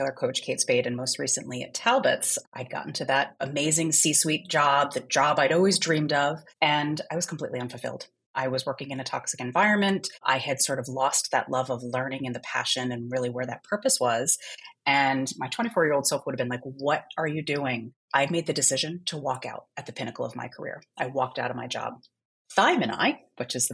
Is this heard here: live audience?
no